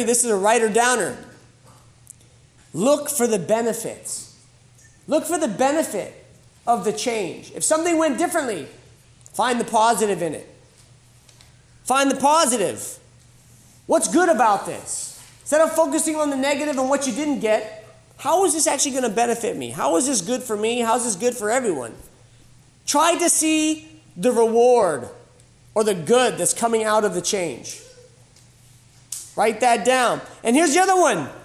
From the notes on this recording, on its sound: This was originally recorded live at The School of Warrior Arts annual Camp R.A.W.